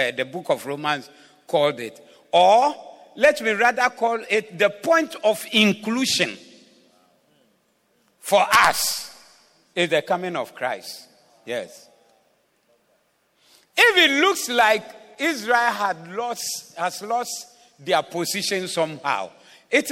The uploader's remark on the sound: Preached at the Zeloo Service on 03072022